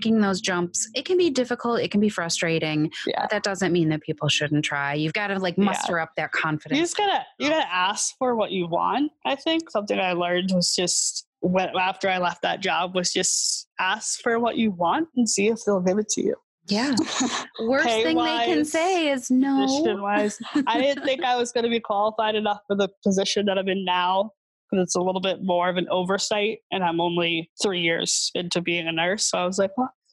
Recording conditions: video call